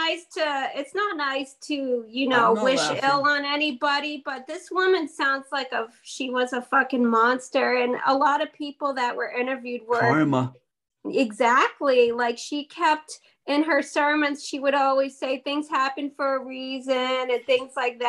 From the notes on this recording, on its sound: Recorded on Zoom.